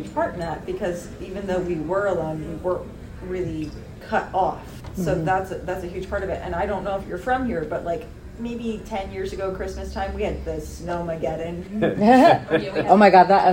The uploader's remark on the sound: Dragon Con 2023 "Loner vs. Community" Panel. While some minor sound editing was done to make the original recording somewhat easier on the ears, please keep in mind that this was recorded live and therefore the sound quality is uneven at best.